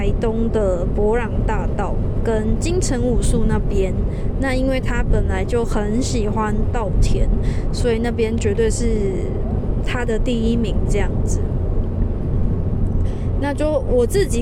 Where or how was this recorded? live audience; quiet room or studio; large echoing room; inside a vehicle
inside a vehicle